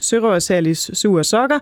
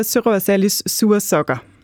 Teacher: hvis vi rykker tungen en lille smule længere frem mod tænderne, så får vi det her fremskudte S, eller det adentale S · Shown in: second take